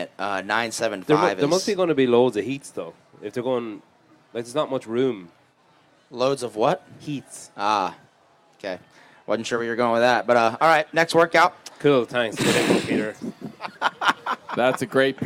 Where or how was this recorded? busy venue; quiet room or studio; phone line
busy venue